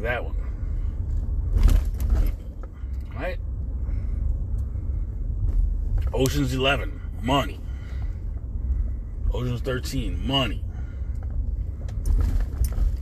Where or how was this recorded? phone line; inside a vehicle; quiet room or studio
inside a vehicle